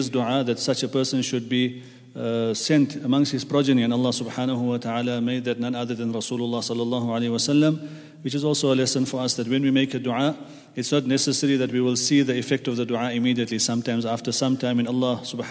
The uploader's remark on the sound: at the Houghton Masjid (West Street)